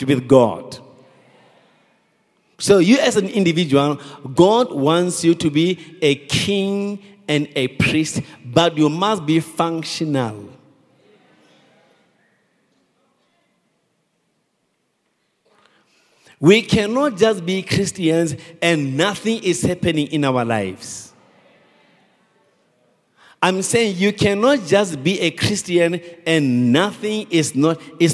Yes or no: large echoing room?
yes